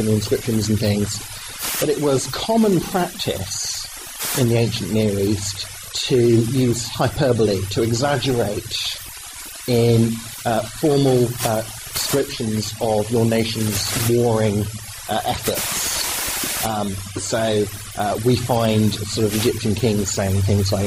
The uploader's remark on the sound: Talk and extended Q&A time at Sussex University, February 2010. With apologies for the below par audio quality.